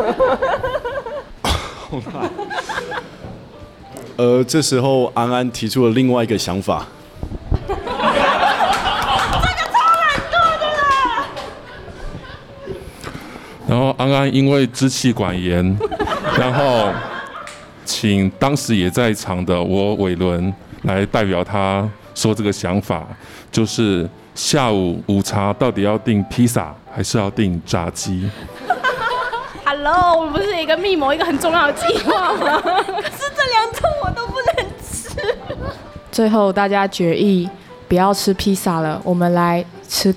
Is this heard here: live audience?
yes